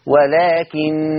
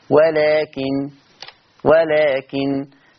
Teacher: حفص لما يقف على النون هتبقى بغنه لان عنده نون مشدده، ولكن. طب يا ورش لما تقف هتبقى النون مخففه بس ما فيش غنه